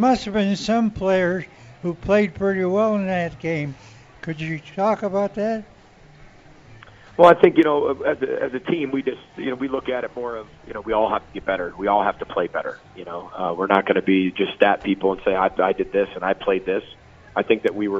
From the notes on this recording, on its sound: live at the state fair